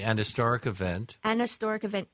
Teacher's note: If you don't pronounce the H in historic, then it's reasonable that you would say an historic event.